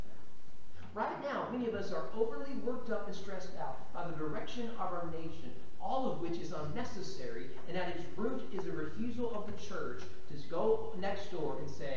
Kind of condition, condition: setting, large echoing room